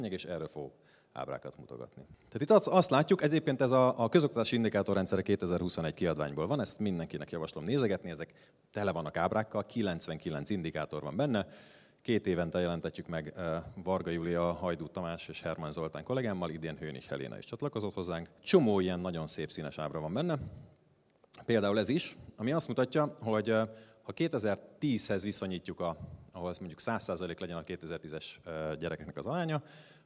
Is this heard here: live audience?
yes